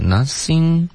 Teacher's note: Nothing 的这个音舌尖要碰到上齿感觉你刚刚有一点出现了个嘶的音了 Nothing 这样嗯，怨怨怨 I mean I would give anything to work for